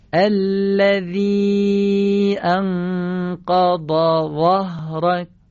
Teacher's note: اولی ذال یعنی نوک زبانی نازک، دومی ضاد یعنی نوک زبانی درشت و سخت، و سومی زای دسته دار، نوک زبانی درشت ولی نرم